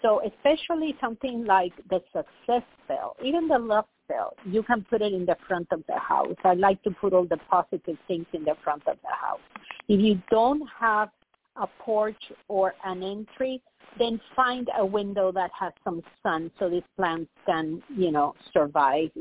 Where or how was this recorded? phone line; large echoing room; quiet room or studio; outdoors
phone line